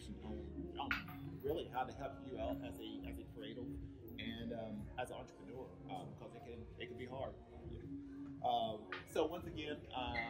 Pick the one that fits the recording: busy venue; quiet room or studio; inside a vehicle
busy venue